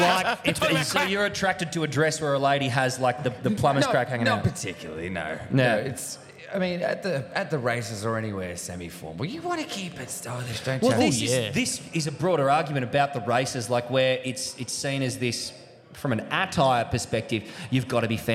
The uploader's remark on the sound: We broadcast LIVE from the baysie bowls club, heartland of the SRHL. In front of HORDES OF RAVENOUS FANS.